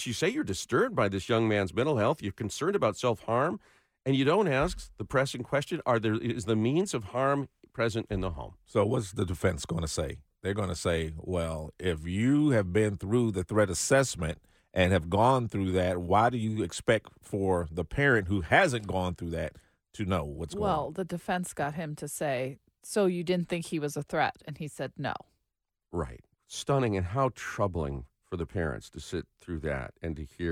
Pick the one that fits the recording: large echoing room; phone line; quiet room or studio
quiet room or studio